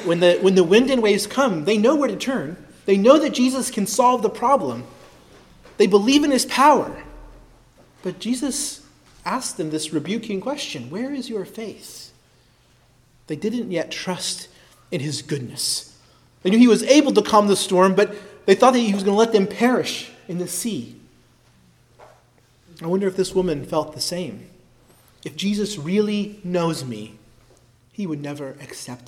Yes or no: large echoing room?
yes